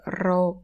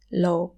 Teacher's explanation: Although you'll see some people pronounce it the other way, because in Thai, it's very common to replace the R sound with the L sound. Like ro becomes lo.